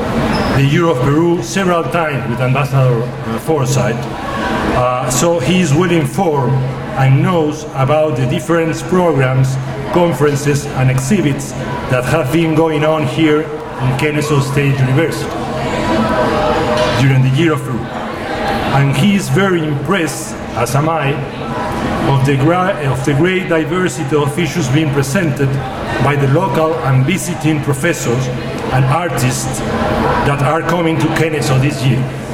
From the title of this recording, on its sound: YOP Conference- Opening Ceremony & Luncheon